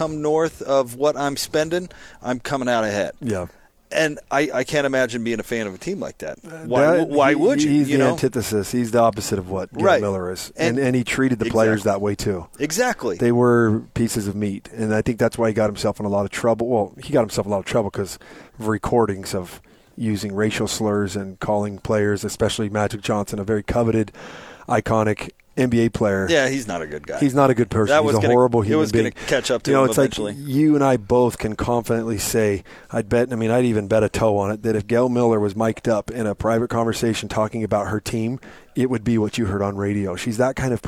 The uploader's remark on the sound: LIVE at 'The Warehouse'.